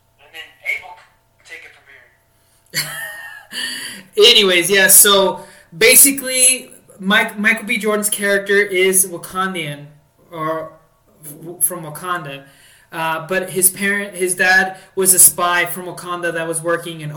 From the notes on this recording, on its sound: Also, note to self: Never record in an empty room. Sorry for the last 20 minutes of the show being cut off.